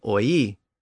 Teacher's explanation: oil eventually lost that L sound at the end, and it just became oi. And then it lost the O sound at the beginning, and it just became we.